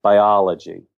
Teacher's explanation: I noticed he made his syllables louder and longer, but didn't change the pitch.